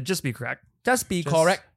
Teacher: every syllable has the same amount of emphasis